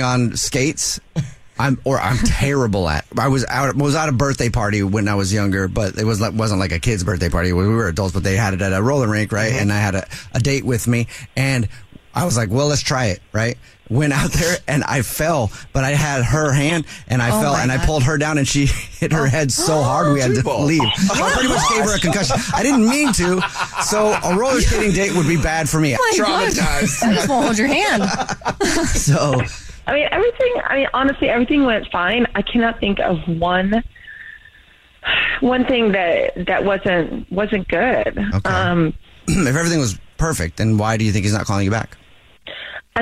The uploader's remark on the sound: We get that other person on the phone